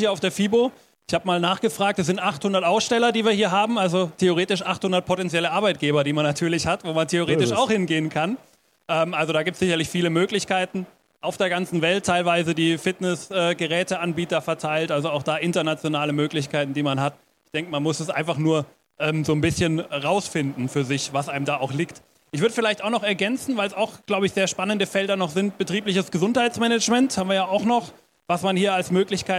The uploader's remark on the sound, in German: Zum ersten Mal durften wir auf der FIBO 2023 einen Live-Podcast aufnehmen! Im FIBO Therapy & Training Forum.